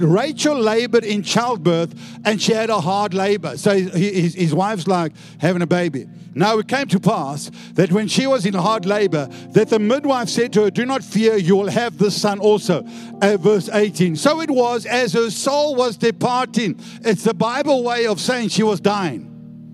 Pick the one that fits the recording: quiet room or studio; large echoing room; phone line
large echoing room